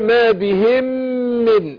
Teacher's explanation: عندنا ميم بتاعت بهم ومن ميم اللي بعدها ندخل من ميم في الميم ادغام مثلين صغير